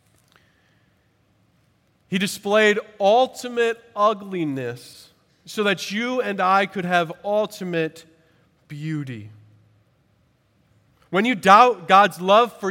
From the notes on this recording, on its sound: At Redeemer Presbyterian Church in Charleston, SC.